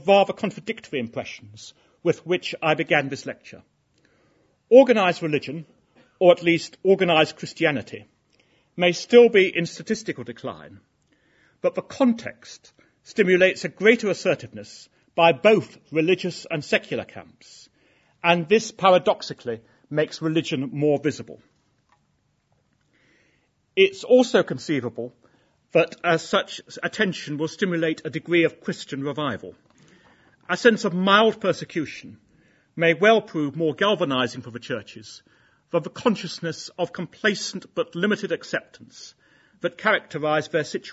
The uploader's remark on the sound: Inaugural Lecture